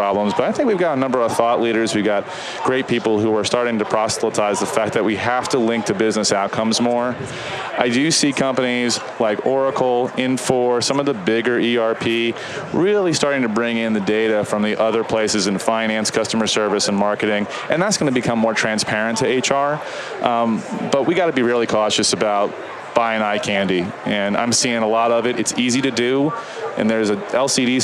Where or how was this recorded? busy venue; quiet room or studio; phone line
busy venue